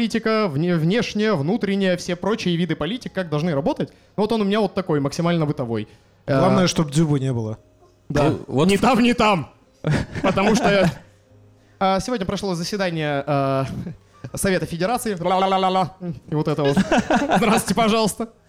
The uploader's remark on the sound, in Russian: Лайв в баре